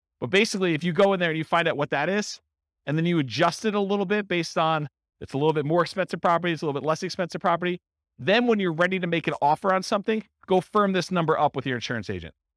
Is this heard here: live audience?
yes